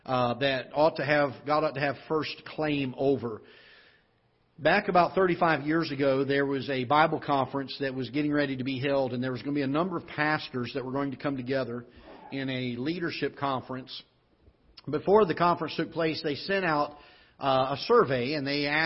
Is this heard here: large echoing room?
yes